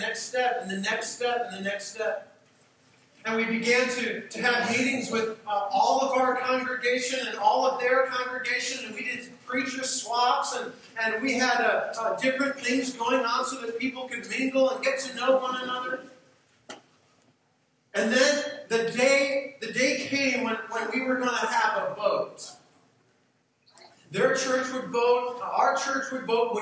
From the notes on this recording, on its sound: We apologize for the poor audio quality of this message recording.